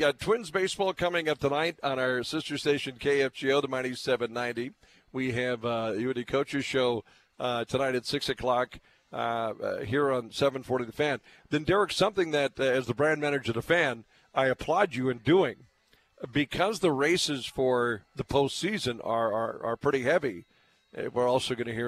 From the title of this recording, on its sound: Live from Applebee's on 13th